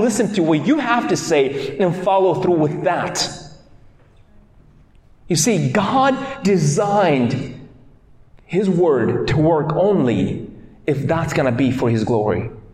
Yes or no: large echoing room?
yes